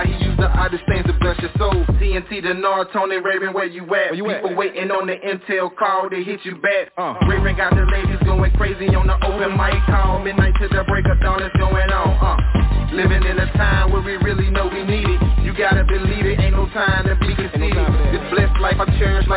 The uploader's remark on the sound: TNTSuperfantastic Conference Call